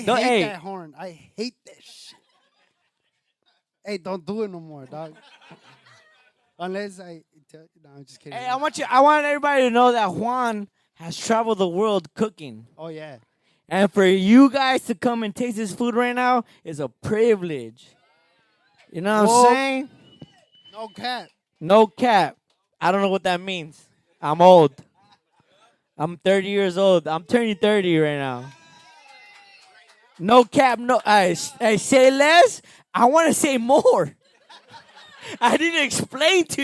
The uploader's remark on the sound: A wild ass crowd. The boys do current events with the crowd, we take suggestion topics from the crowd, an audience member gets stage time, we had a "stage dive" at a point.